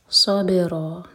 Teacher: صاد heavy, با پر قلقلہ، اور را ہیوی اور دو حرکہ لمبا.